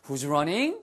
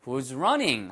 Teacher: Who's running? 하고 이렇게 떨어지는, 예. 그러니까, falling intonation으로 하셔야 더 정확합니다. · Shown in: second take